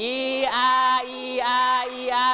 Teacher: เสียงสระเอียมีเสียงสระเดียว2เสียงคือเสียงอีกับเสียงอามารวมกัน · Term: สระประสม